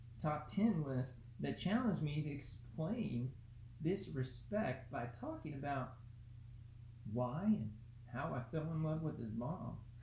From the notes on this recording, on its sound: Apologies mic was weak